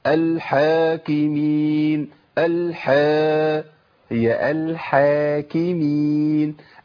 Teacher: الحرف ده حرف الالف حرف يقبل انه يفخم، فبالتالي بيفخم ما قبله